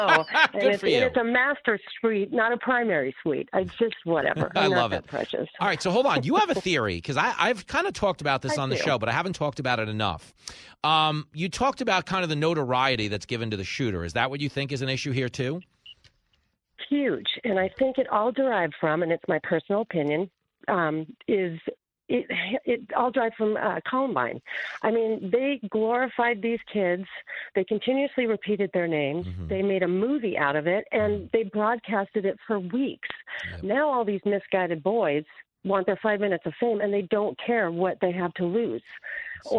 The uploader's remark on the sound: Opens up the phone-lines to the Fox Across America Faithful. Spoke to FAA callers.